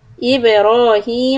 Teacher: Make sure that you do qalqala on ba and stretch the ra.